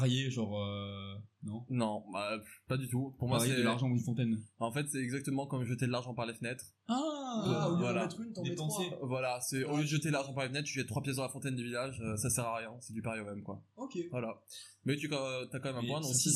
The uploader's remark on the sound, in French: À cause de soucis techniques, l'épisode a une moins bonne qualité audio que le précédent.